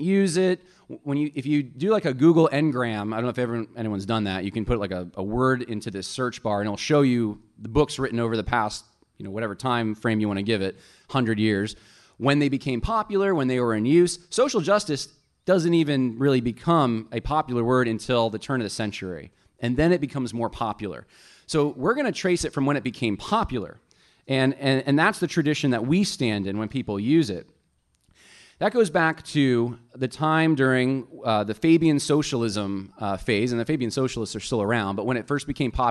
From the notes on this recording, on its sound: lecture from our recent conference